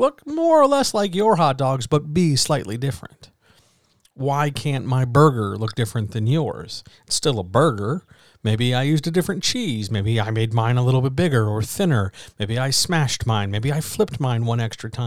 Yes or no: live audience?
no